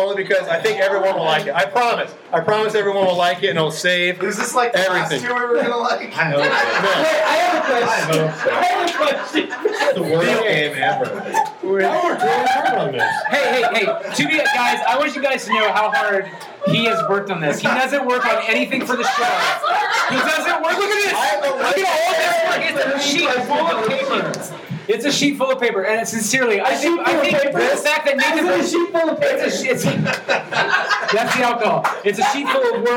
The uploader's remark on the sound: GBG Live & Un-Edited from Packrat Comics. To do the first ever GBG LIVE & Un-edited. Answer audience questions.